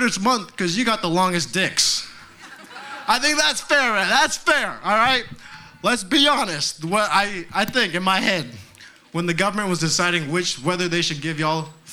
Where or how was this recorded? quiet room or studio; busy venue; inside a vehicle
busy venue